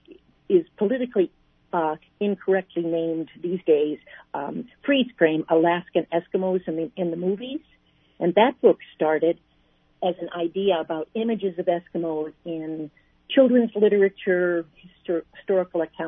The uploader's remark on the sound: On the phone